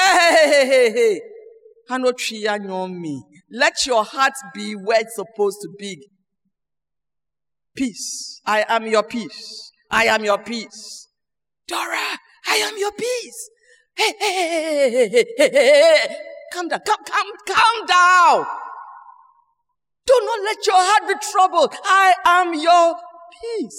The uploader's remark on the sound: Sermon preached at CBC Shiashie Campus